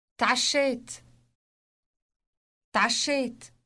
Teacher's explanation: تعشيت تعشيت It starts with a T sound followed by a sound produced deep in the throat. Note also the elongated sh sound.